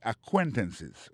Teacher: Accent tombé sur deuxième syllabe là